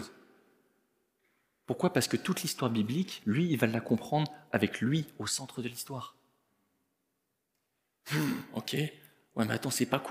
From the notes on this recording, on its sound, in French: Enregistré à l'église CVV